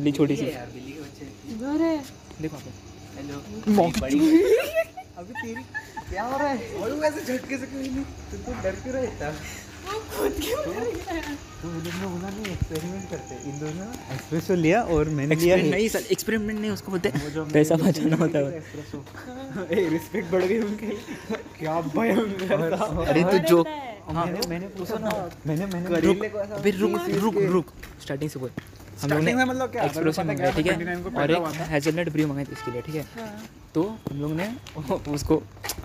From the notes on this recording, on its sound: we recorded our audio into a coffee shop